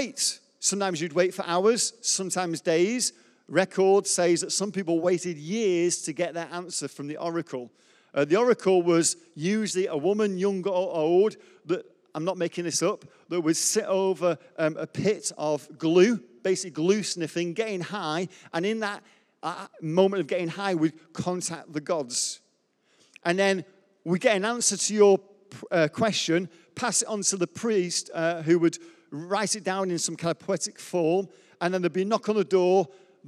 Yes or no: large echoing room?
yes